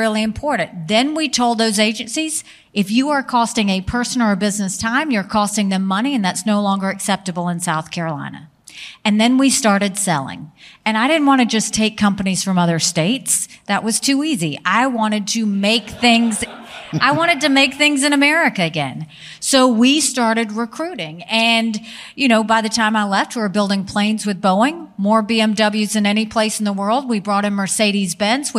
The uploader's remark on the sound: on stage at The Gathering